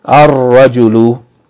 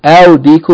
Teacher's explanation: If it begins with a sun letter, the lam is not going to be pronounced. It's going to be merged into that sun letter. · Shown in: first take · Term: assimilation